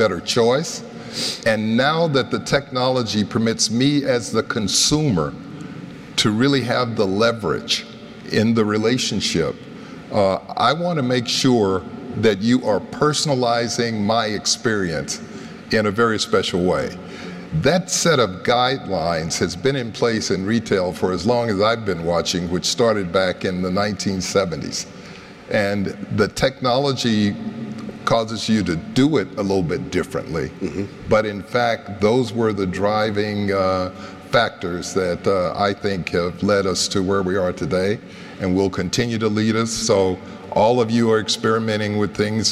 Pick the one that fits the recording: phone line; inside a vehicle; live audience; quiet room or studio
live audience